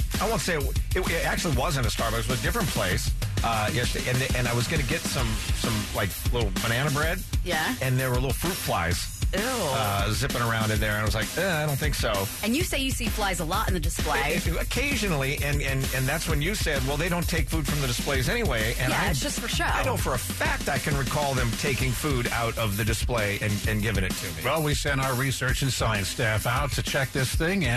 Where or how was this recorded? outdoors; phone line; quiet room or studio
phone line